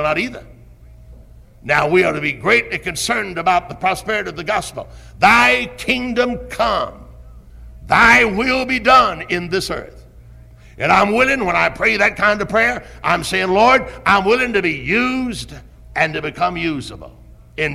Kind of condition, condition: setting, large echoing room